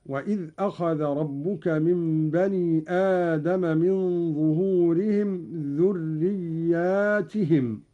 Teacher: قرأ قالون بألف بعد الياء وكسر التاء جمعا